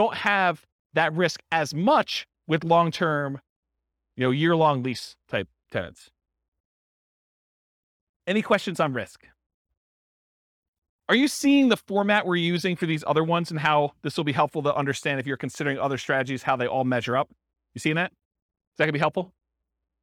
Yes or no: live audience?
yes